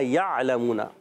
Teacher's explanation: बस या अलमूना में सीन सीटी के साथ अदा होगा, या को आइन से मिला या अलमूना, आइन हलक के दरमियान वाले हिस्से से, लाम पर ज़बर है हरकत है नहीं खींचेंगे, मीम वाउ पेश मुँह वाउ मुद्दा है एक हल खींचना है, नून पर ज़बर हरकत को नहीं खींचेंगे।